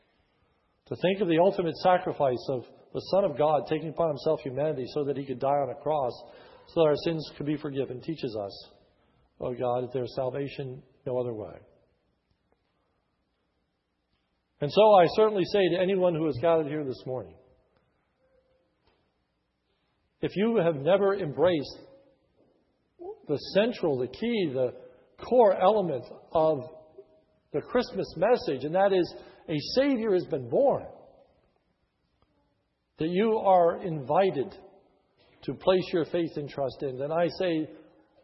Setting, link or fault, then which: setting, large echoing room